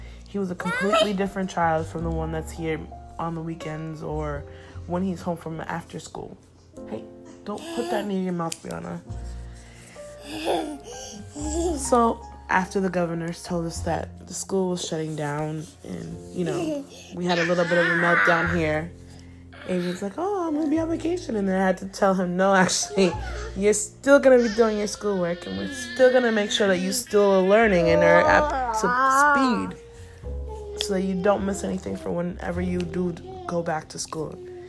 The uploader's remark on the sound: Warning i have not been successful in editing but i tried my best to keep the background noise to a minimum. This is uncut and real.